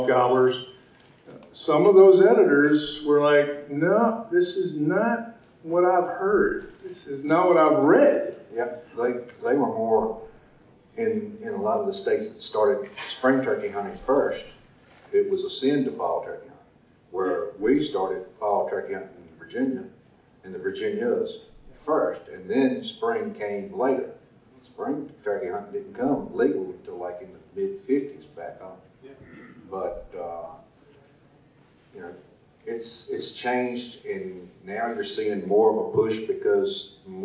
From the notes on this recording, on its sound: Seminar from 2018 NWTF Convention. I have the recording from the turkey dogging seminar from the 2018 NWTF Convention and Sports Show in Nashville.